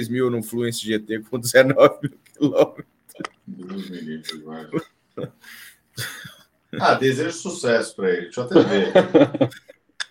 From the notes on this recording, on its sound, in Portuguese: Gravada ao vivo via youtube